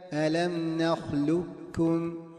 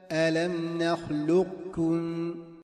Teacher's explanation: والخلف فيها بين الإدخال التام هكذا ألم نخلقكم، فلا تبقى للقاف صفة بل تدخل في الكاف مخرجا وصفة · Shown in: first take